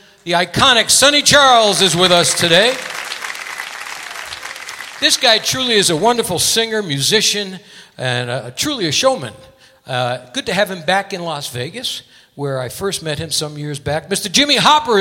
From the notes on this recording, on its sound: Live at the South Point